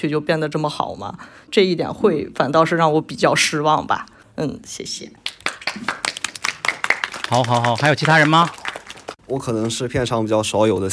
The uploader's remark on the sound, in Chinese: 我们第二次的线下录制活动。我们80多人 在上海一起刷了《熊家餐馆》2 ，一起碰杯、倒数、跨年，还有after party。